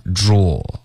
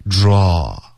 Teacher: 有一个 o 的这个音，嘴巴会稍微大一点，嘴唇会更放松一点 · Shown in: second take · Term: 美式的发音